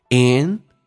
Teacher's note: and d 去掉，这叫略音，后面是以辅音开头